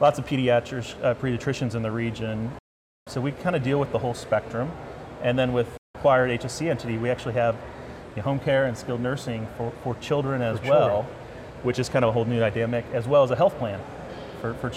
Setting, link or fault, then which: setting, busy venue